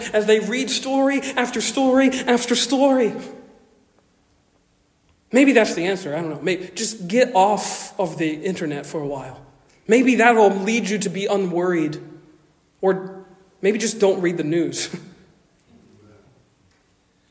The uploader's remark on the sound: Originally delivered 21 May 2023 at Stonington Baptist Church, Paxinos, PA. At Stonington Baptist Church, Paxinos, PA.